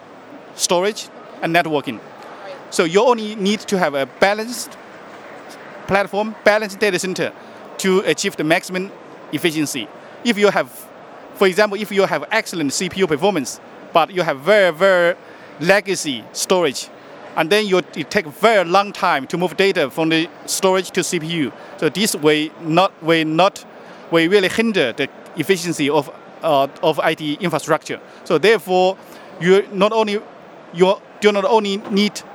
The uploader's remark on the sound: Live from HP Discover